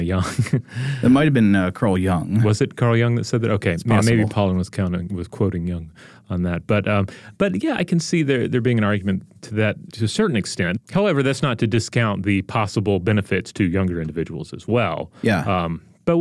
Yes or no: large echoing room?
no